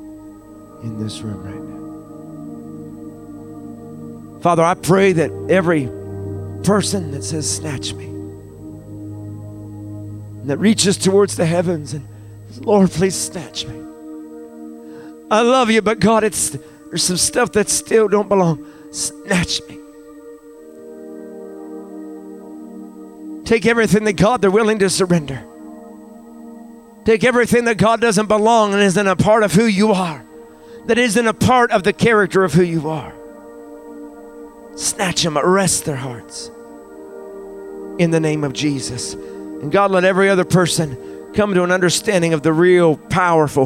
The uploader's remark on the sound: Recorded live on our Resurrection Sunday Service at Fresh Fire Church in Uniontown, PA.